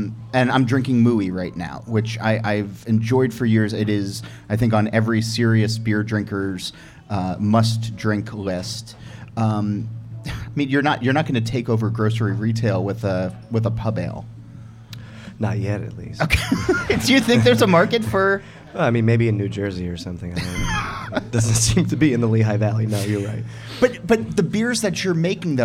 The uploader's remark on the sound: Bonn Place Brewing in Pennsylvania. It’s a special episode, recorded at the brewery in front of an enthusiastic crowd.